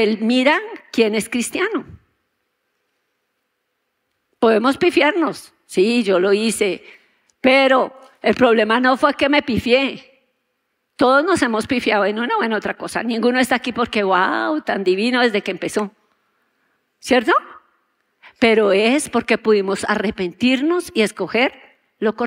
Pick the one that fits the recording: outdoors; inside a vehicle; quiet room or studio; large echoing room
large echoing room